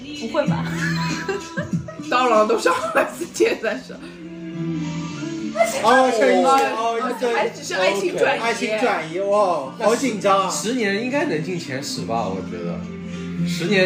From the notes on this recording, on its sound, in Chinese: 当时主播对于如何录制、制作、剪辑播客都是一窍不通，故标识为「全损音质」。偶尔邀请了几个朋友临时起意录一期Reaction!